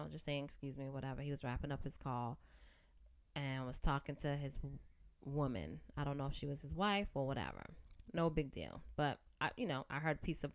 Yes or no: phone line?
no